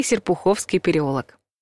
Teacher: вариант с буквой «О» в окончании и ударением на третьем слоге.